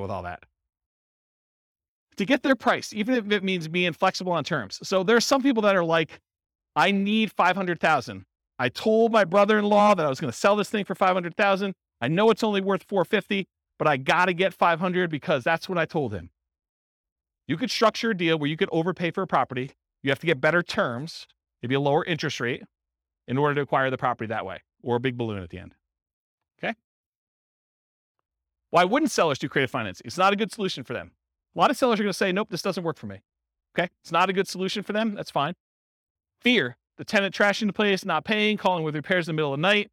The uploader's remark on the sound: This was a live class recorded in Fort Collins